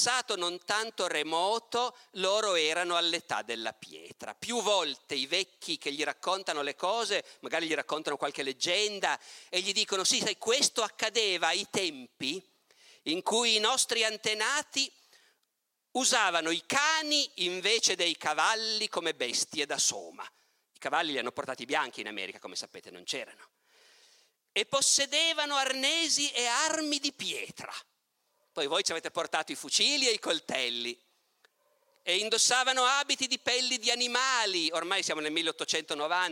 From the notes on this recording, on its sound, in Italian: Tratto dalla conferenza "La civiltà e i selvaggi - Festival di Camogli 2019".